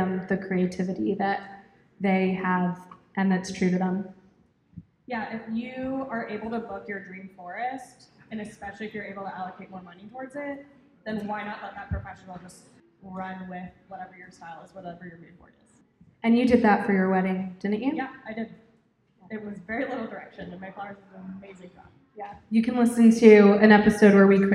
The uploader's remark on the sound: LIVE recording hosted at the Gardens in the Gorge annual open house